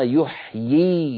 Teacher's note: فهنا عندنا يحيي كتبوها بياء واحدة، لكن القراء أجمعين يقرؤونها يحيي بياءين، الأولى مكسورة والثانية ساكنة